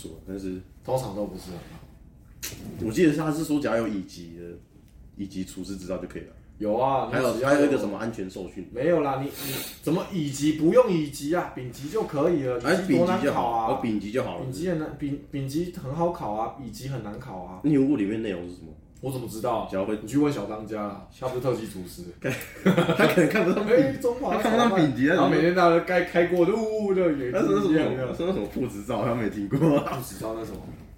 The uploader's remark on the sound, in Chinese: 這集的錄音設備還沒有跟上所以雜音較多